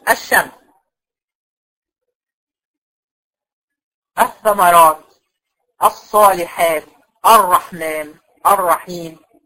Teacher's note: بقيه الحروف الابجديه لو جت بعد اللام هنعمل لها ادغام. وهنقول عليها لام شمسيه، يعني وانا بقراها ما بنطقهاش.